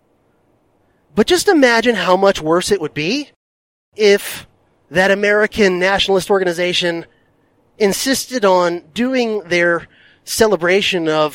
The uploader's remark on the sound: recorded this DHP Bonus Episode during one of his long drives